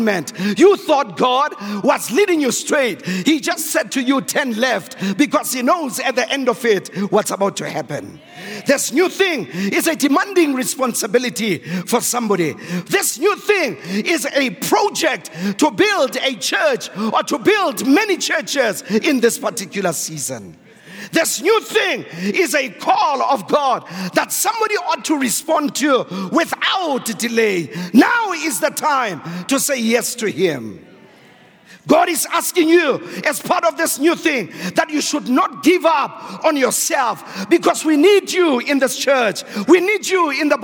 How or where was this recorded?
large echoing room